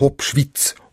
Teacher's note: Kürzung von einem altlangen Hochzungenvokal, wie man sagt in der Dialektologie.